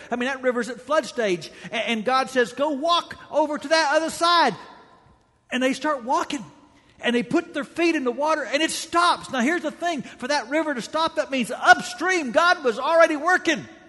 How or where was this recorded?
large echoing room